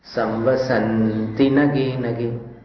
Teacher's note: अब जैसे 9वें काव्य का जो उच्चारण था उसमें एक स्थान पर थोड़ा सा स्खलन हो रहा है, संवसंति, इसमें पढ़ते समय संवसंति नगे नगे, ये गलत है। संवसंति, ये ती जो है इसको दीर्घ नहीं पढ़ना है